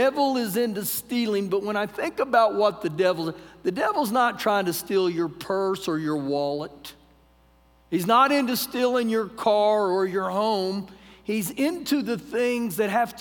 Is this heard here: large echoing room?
yes